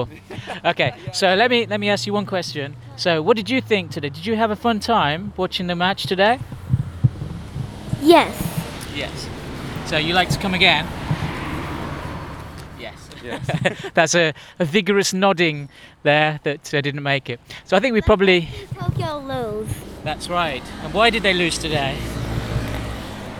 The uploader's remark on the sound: As usual we find ourselves walking back to the station from the Nissan Stadium after the Yokohama F.